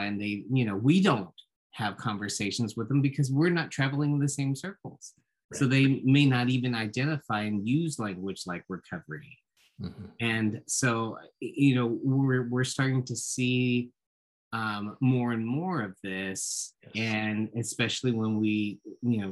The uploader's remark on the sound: Recorded 11.22.2021 from Raleigh, NC & Austin, TX on Zoom.